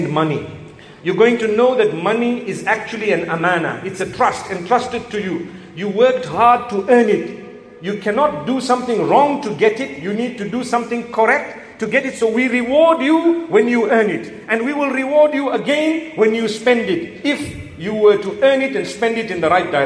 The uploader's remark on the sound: A lecture delivered in Perth Australia at the Masjid within the AIC campus.